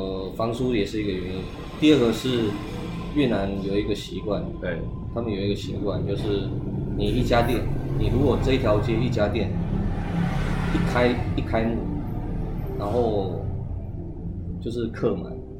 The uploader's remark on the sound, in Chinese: 錄音當天，我們在河內市中心還劍湖附近的一家小吃攤，錄到老闆娘來趕人為止，之後轉移陣地到另一家咖啡店，遇到了河內十多年來最大的一次暴雨，市區大淹水，在咖啡店雖然也有繼續錄音，可是收音效果極差，比之前的更爛，就不方便播出了。